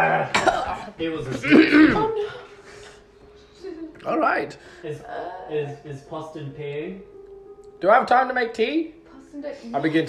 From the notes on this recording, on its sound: This is a tester sampling audio recording isn’t awesome.